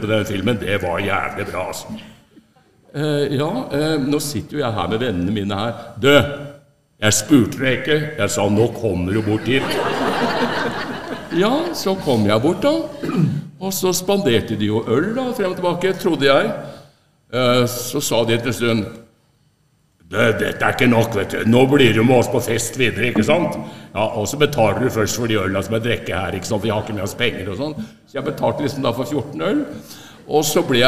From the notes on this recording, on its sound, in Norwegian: Hvite Menn som pusher 80 gjør live opptak oå Maihaugenkonferansen.